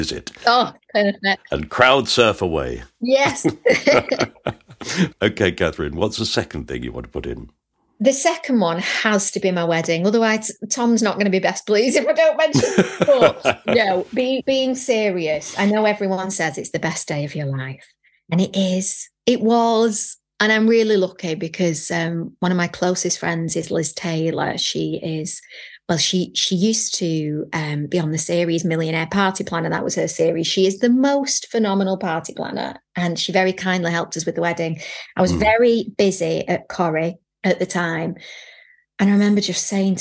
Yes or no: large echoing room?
no